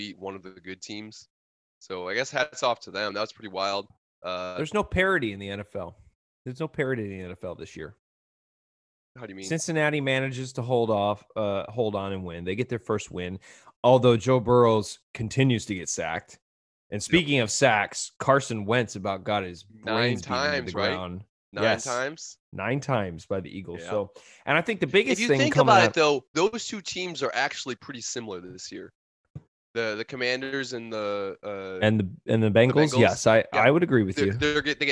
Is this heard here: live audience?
no